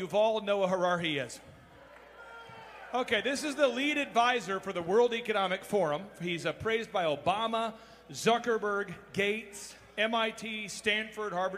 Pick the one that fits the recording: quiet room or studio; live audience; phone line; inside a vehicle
live audience